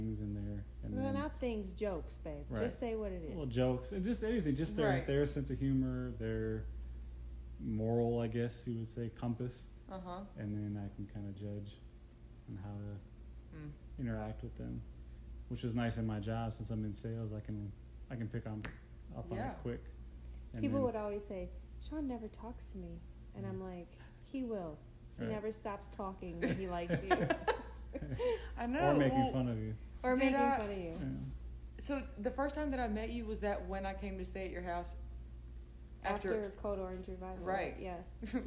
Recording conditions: uneven or low level